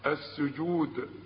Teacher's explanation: السجود كلها مرققه لكن هنعمل في الدال ايه لازم نقلقلها